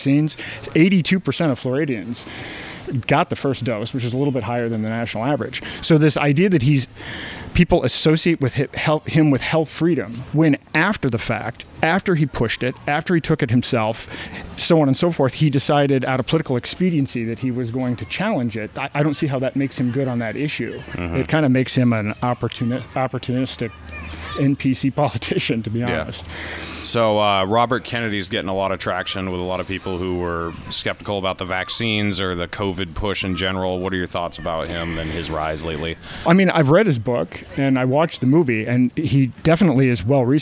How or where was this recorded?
busy venue